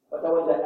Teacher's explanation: كلمة وتولى نقف عليها في مقدار حركتين، لا نريد أكثر من حركتين